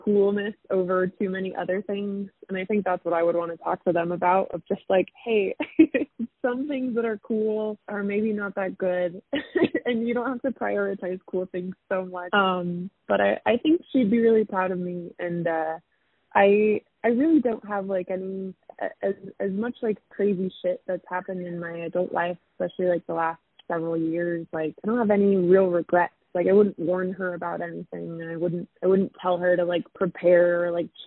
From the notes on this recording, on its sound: The sound quality isn't great because it was done over the phone